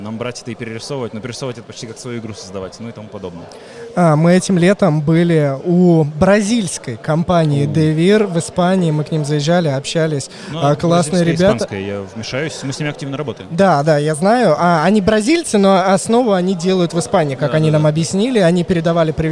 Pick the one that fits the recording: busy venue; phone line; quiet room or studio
busy venue